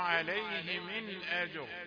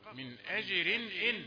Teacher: الراء ما تكونش مرققة في حالة الوقف، لكن عند الوصل ستكون مكسورة، يبقى مرققة